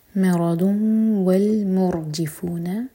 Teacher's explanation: قلوبهم مرض وال ادغام غنہ کے ساتھ. ضاد پر ضمہ کی تنوین، اس کے بعد واو، تو یہاں پر ضمہ کی آواز آنی چاہیے